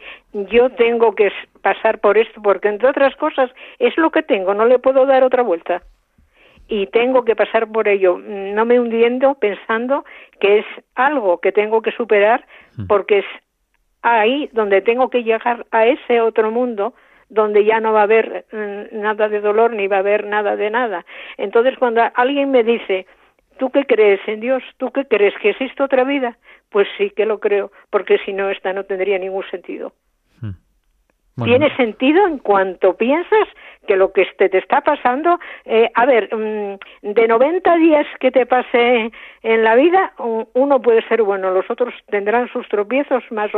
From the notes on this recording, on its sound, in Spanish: Todo ello acompañado en directo sobre las llamadas y mensajes de nuestros oyentes.